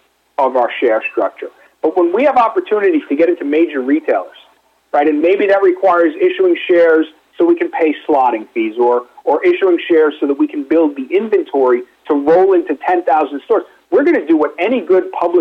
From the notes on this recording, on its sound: called in to SmallCapVoice